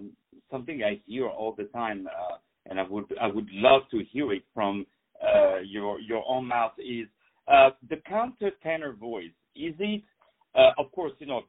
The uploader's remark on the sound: On the phone